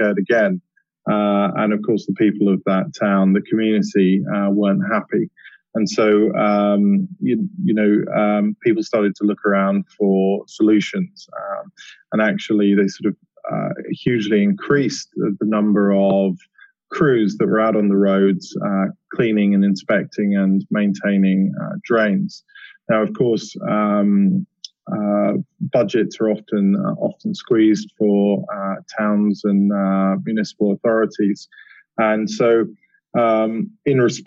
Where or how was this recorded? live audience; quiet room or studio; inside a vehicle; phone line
phone line